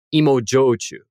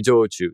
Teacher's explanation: when it follows an ingredient or a region, the SH often changes to a J. · Term: connected speech